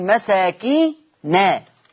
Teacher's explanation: أما ورش يقول مساكينا النون مفتوحة